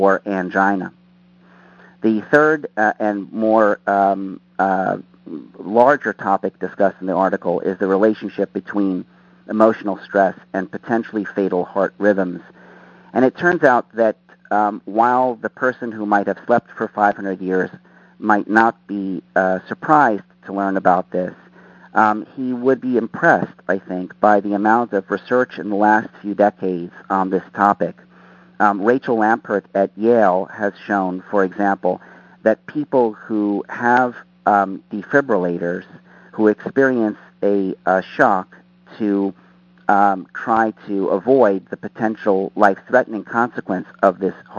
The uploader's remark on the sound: Author in the Room® Teleconference